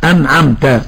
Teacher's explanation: إظهار حلقي لوقوع العين بعد النون الساكنة، والعين من حروف الإظهار الحلقي من قول الناظم: فالأول الإظهار قبل أحرفي، للحلق ست رتبت فلتعرفي، همز فهاء ثم عين حاء مهملتان ثم غين خاء، هنا ثم عين.